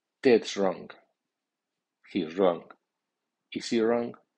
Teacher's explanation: En todo caso, el nombre lleva acento fuerte.